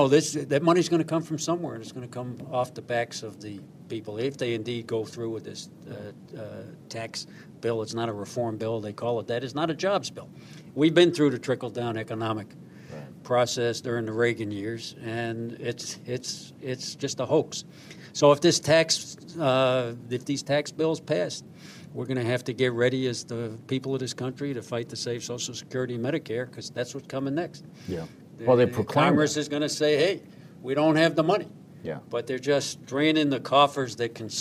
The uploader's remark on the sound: Broadcasting LIVE from the American Postal Workers Union